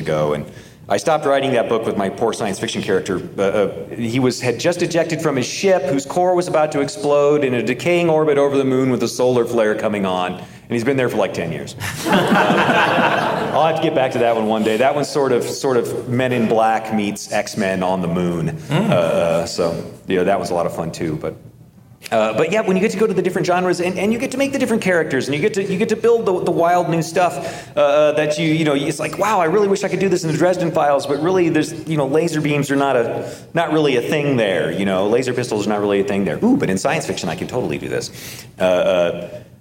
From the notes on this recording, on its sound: Joined us at NASFIC for a discussion. This episode was recorded before a live audience.